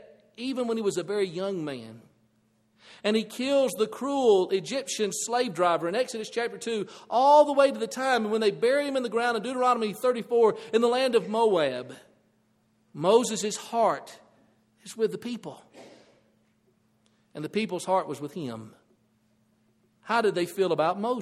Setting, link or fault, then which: setting, large echoing room